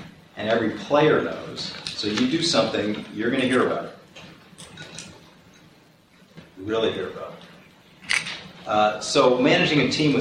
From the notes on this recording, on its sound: plays his speech from the recent Wharton Sports Business Summit